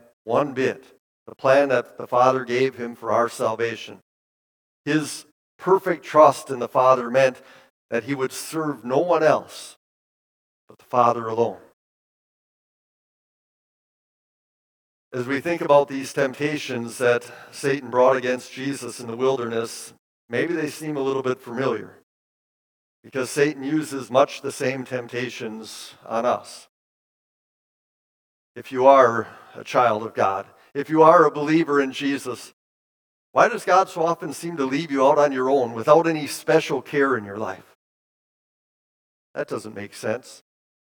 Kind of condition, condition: setting, large echoing room